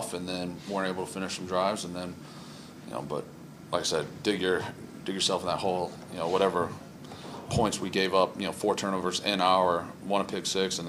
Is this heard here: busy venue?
yes